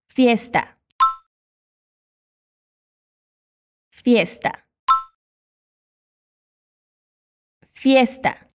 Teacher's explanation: o som da letra E, que vai ser sempre fechado em espanhol